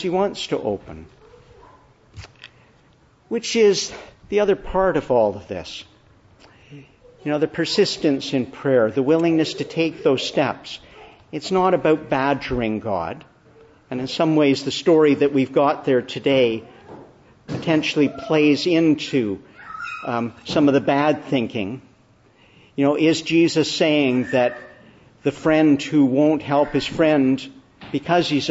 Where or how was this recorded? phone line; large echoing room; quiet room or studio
large echoing room